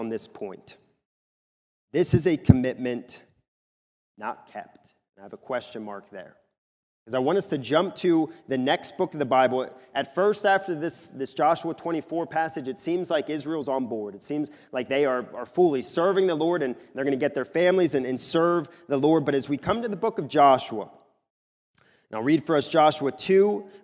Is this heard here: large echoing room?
yes